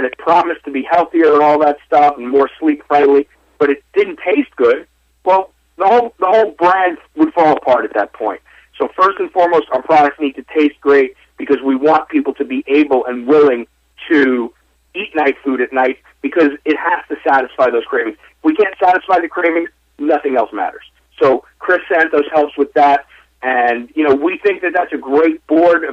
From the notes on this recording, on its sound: called in to SmallCapVoice